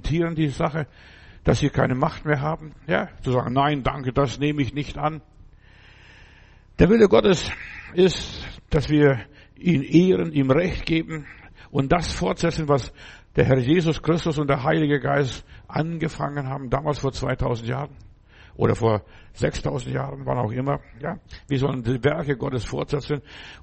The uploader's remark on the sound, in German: im Gemeinde-Zentrum in Berlin aufgenommen